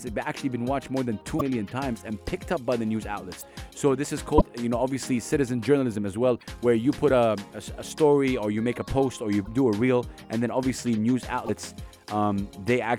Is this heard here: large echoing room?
no